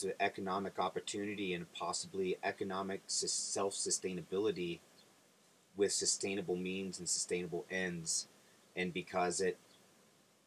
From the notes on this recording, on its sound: while traveling the back road, highways and byways in a converted 1991 International school bus named the Chool Bus